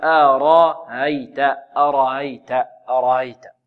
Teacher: حدث في الهمزة الثانية تسهيل بينها وبين ماذا؟ وبين الألف، بينها وبين الألف، يعني بينها وبين جنس حركتها.